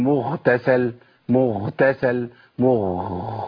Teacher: ما بقتش غين خلاص، بقت خاء على طول. أبدلت حرف في القرآن يا أخي، وده مشكلة؟